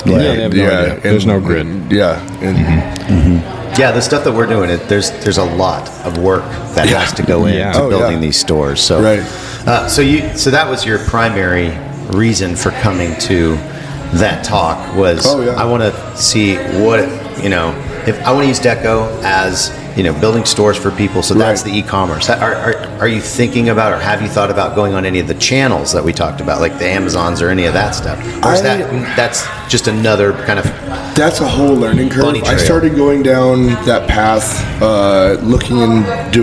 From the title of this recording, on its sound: LIVE from Long Beach ISS